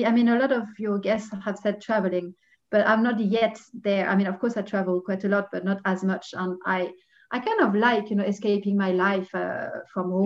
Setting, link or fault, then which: link, video call